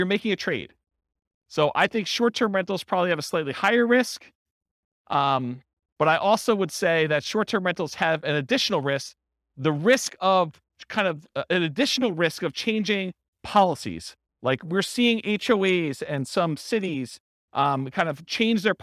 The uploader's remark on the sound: This was a live class recorded